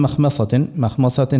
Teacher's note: والميم من مخمصة، مخمصة هذه جاءت الميم سواء الأولى بعدها خاء، والميم الثانية أصعب شوية على خطر وقعت بين حرفين مفخمين، جاءت مسبوقة بخاء ومتبوعة بصاد، فالإنسان الفم أسهل يقول مخمصة مخمصة يفخم كل شيء، وذي خطأ. يزم الميم مرقة ثم خاء مفخمة ثم ميم مرقة ثم صاد مفخمة ثم تاء مرقة